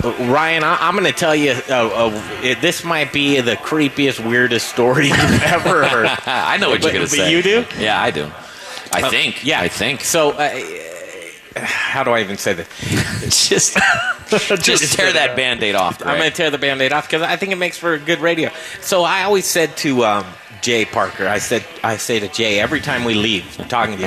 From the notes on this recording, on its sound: We're live from Southern Hospitality downtown for our Barbecue, Beer and Bourbon dinner!